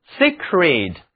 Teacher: 字母 e 读短元音一。重音在第一个音节上